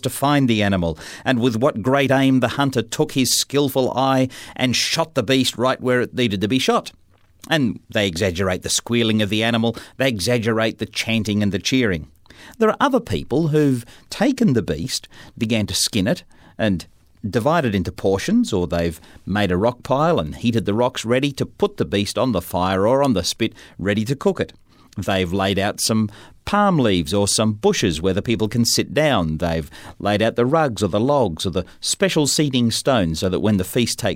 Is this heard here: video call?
no